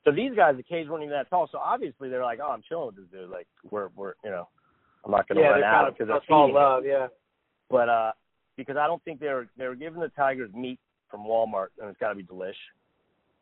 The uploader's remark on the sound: gets on the phone with his close friend